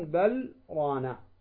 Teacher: فتقول بل، تسكت قليلا